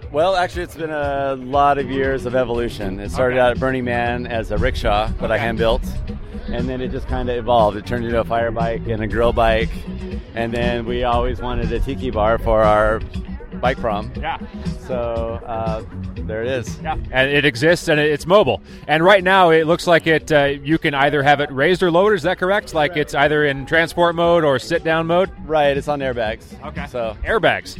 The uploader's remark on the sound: take you on-site with Team Sprocket Podcast and the mobile recorder to talk with participants, onlookers, and the organizer himself!